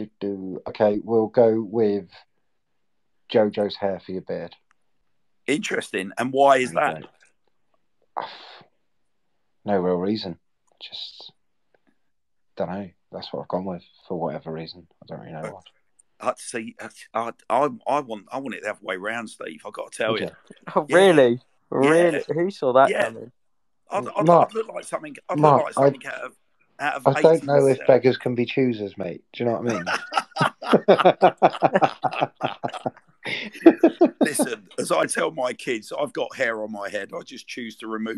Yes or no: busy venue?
no